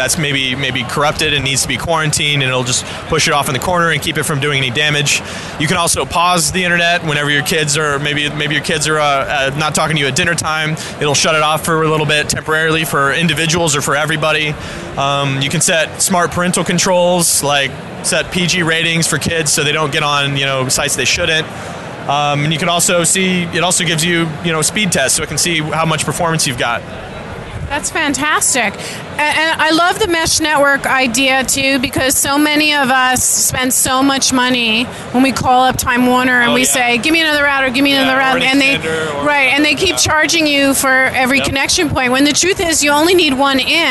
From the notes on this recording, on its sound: Reports live from the show floor of TechCrunch Disrupt SF 2016 talking with hot startups and technologists who are premiering their businesses at this stellar event that hosts over 5,000 attendees over 3 days.